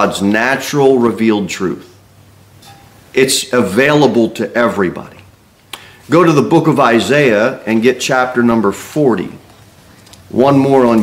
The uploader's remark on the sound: Sermon delivered at Pilgrim Baptist Church. Pilgrim Baptist Church, a bible-believing, independent Baptist church.